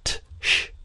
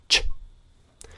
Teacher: It's not t-sh, it's ch. The sound ch is a voiceless affricate that begins in the t place and releases in the sh manner. · Shown in: second take · Its linguistic term is the voiceless palato-alveolar affricate.